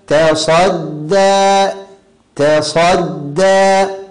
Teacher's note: الصواب أما من استغنى فأنت له تصدى. التاء مرققة والصاد مفخمة والدال مرققة، يعني الصاد وقعت بين مرققين، فبعض الناس يفخم التاء ويفخم الدال، فأنت له تصدى، هذا خطأ مركب.